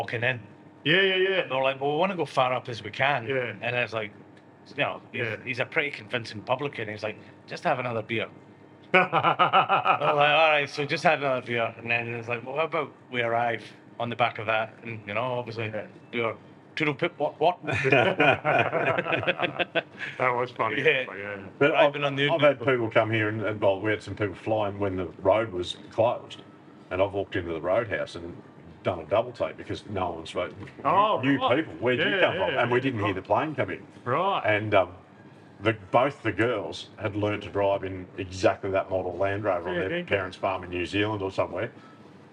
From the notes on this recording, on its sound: Recorded literally at the bar of the Transcontinental Hotel , Oodnadatta. PUBCAST - Transcontinental Hotel, Oodnadatta. Recorded literally at the bar of the Transcontinental Hotel , Oodnadatta. This is a light hearted chat between a few lads at the bar.